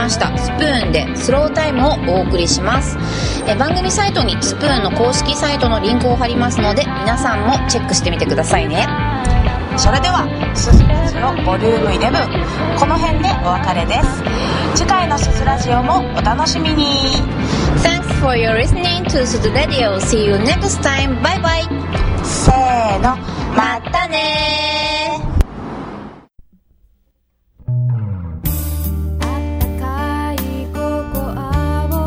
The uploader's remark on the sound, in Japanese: 今回の収録は野外だった為、聞きづらいところが多々あ。